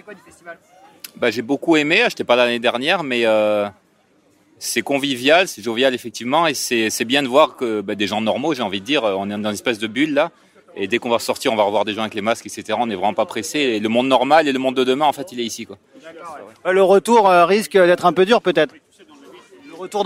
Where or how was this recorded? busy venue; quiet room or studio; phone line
busy venue